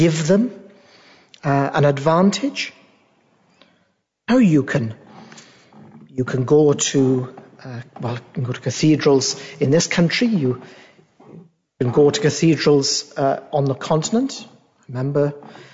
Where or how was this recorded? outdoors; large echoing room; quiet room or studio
large echoing room